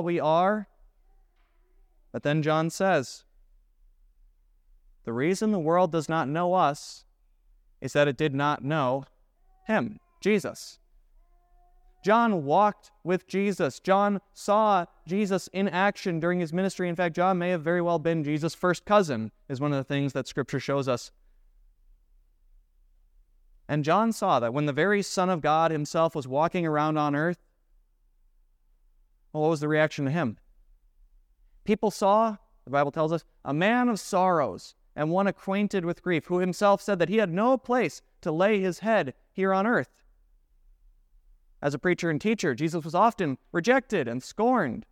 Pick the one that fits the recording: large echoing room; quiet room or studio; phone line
large echoing room